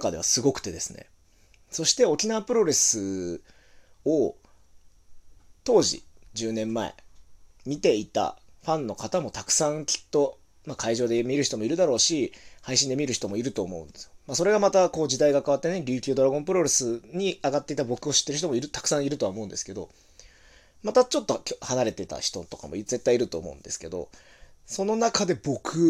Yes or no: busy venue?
no